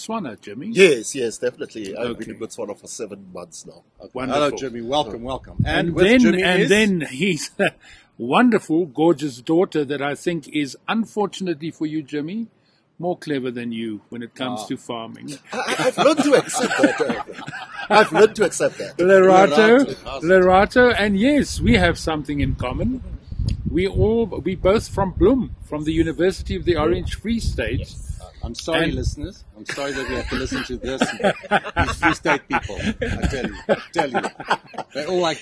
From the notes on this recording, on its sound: We were outside and there are moments of wind-noise.